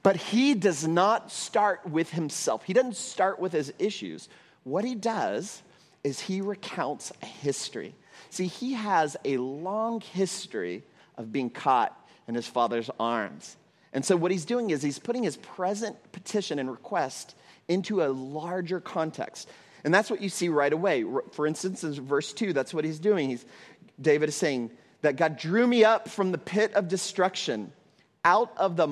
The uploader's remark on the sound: at Trinity Church, Puerto Rico